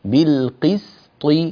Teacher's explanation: لا، ما زال يوجد عندك تأثر في هذه السين بالطاء التي بعدها. طاء مفخمة نعم، لكن السين لا، السين مرققة